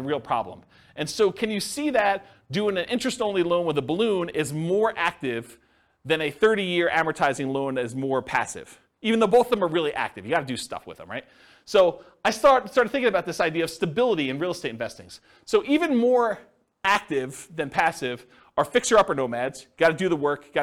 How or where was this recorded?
live audience